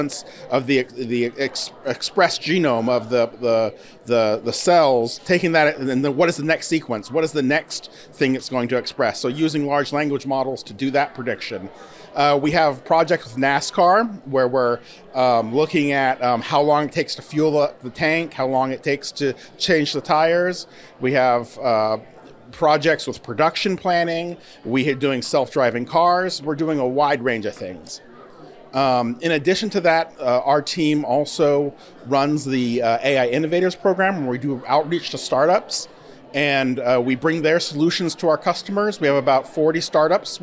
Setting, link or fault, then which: setting, busy venue